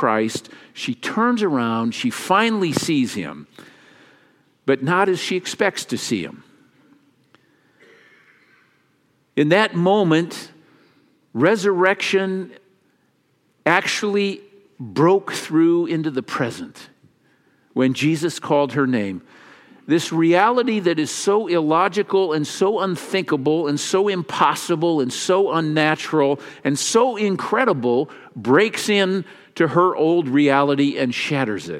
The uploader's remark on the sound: Easter message delivered during the Traditional Worship service.